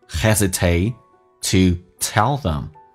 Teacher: hesitate 的 t 不发音，略音